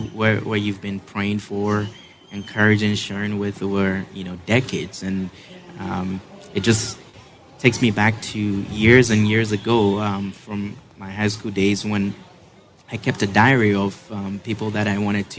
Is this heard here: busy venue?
yes